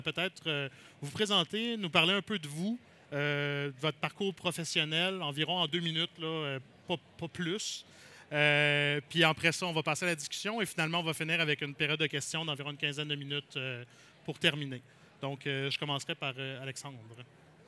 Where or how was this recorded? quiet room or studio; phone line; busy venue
busy venue